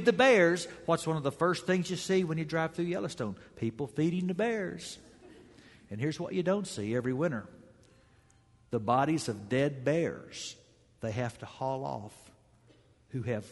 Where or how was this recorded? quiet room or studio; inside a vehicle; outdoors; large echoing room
large echoing room